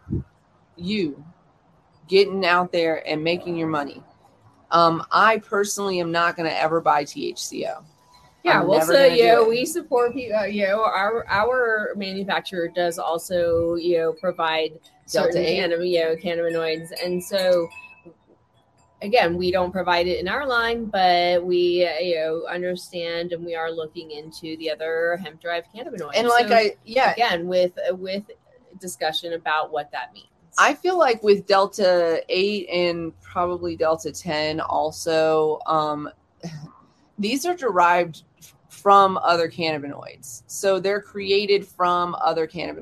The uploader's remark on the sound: We got outside for a bit